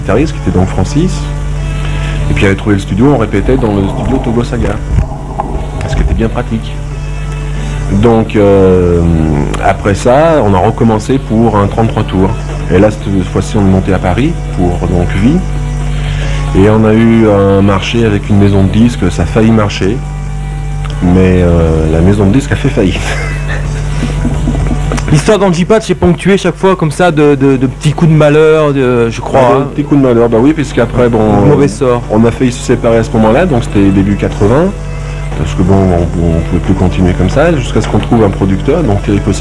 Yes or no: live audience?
no